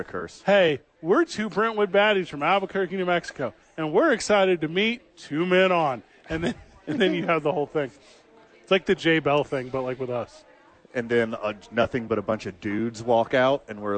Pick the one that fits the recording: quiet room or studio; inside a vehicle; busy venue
busy venue